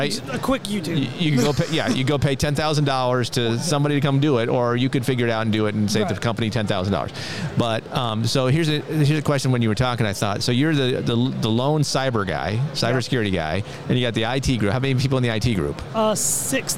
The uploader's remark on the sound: Live from the National Cyber Summit 2023.